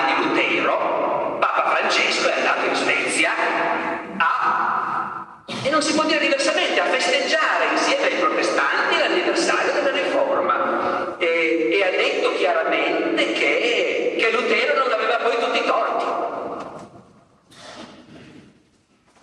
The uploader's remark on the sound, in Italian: all’edizione 2017 del festival Rinascimento Culturale